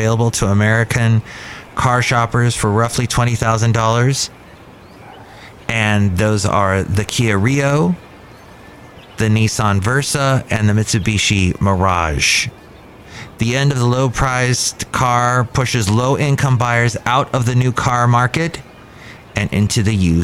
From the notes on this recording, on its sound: podcasts live from Cafe Anyway